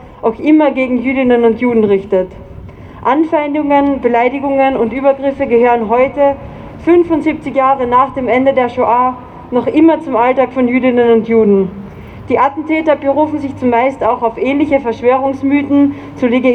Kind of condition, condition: setting, outdoors